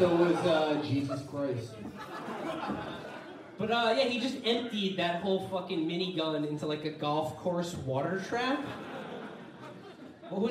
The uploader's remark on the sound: Chapo News Network Election Night Live Show. Four hundred of our fellow citizens gathered at Genius HQ.